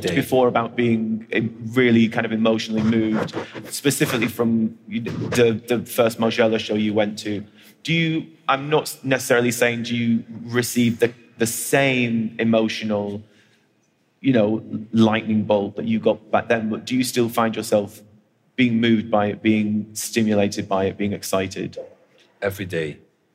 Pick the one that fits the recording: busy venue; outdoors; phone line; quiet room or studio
busy venue